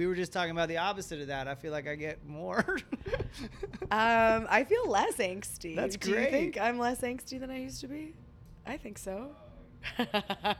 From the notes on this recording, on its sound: at the Sea Blues Festival in Clearwater, FL, earlier this year.